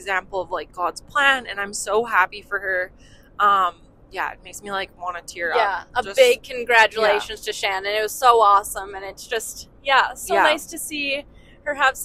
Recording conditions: inside a vehicle